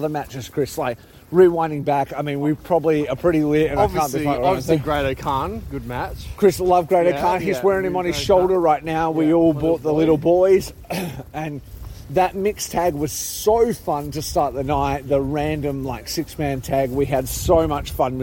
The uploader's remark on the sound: Sakura Genesis Live Reactions! Reporting live on his way home from Ryugoku Sumo Hall, (by way of a bar or two.) Hear the immediate reactions from people who watched SANADA’s crowning live, (Then had a rager in Akihabara.)